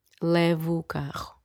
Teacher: you hear the O clearly being pronounced at the end of levo, because we're actually joining it with the next O.